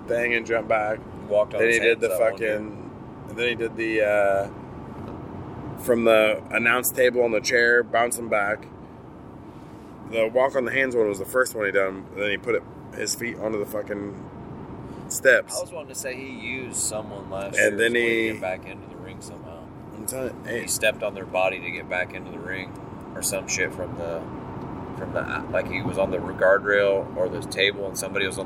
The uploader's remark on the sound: We recorded on a handheld on our roadtrip home from the Royal Rumble. Raw and Gritty!